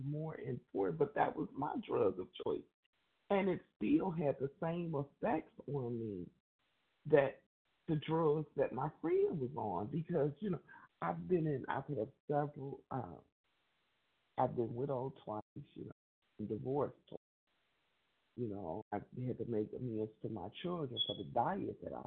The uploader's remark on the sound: from the 100 Pounders Phone Meeting, 12/20/23.